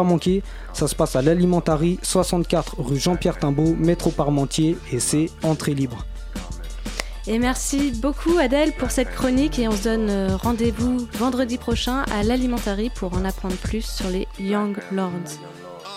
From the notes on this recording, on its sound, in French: On reçoit par téléphone. Radio Campus Paris.